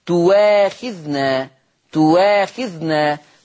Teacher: طيب عندنا إبدال الهمز المفتوح، إبدال الهمز المفتوح تؤاخذنا، ربنا لا تؤاخذنا، تصير تواخذنا. تواخذنا تبدل واو مفتوحة